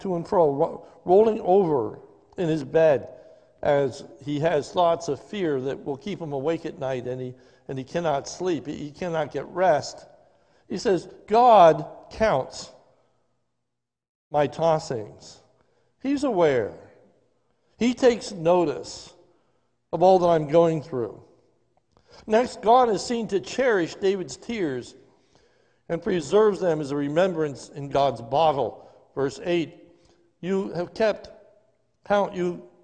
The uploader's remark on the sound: This is a sermon recorded live at the Lebanon Bible Fellowship Church in Lebanon, PA on 02/21/2021 during the morning service.